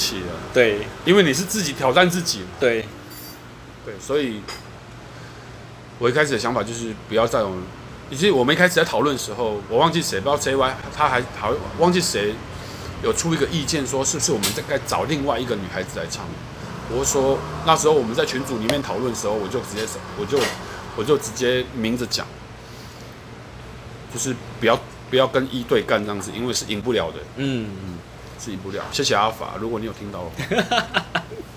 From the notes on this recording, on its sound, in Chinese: 錄音地點：台南 牽咖啡 Chen Coffee